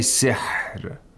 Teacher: It has a specific characteristic that's known as buha. We have to pronounce it from the middle of the throat, from deep in the throat, and we have to hear that ha sound